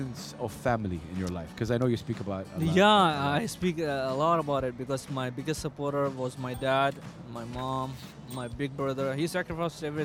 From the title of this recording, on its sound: Live from SIBF 2023